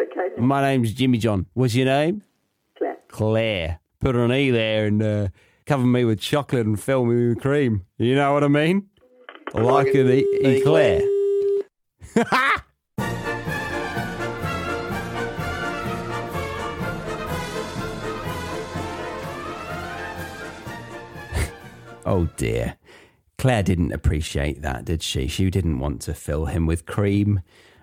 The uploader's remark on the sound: Even More British Prank Calls. Tune in to hear them navigate these quirky phone calls.